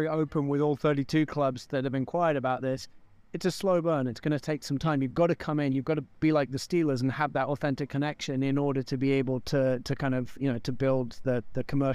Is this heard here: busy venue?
yes